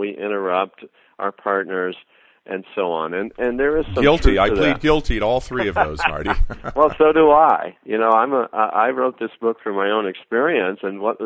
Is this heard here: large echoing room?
no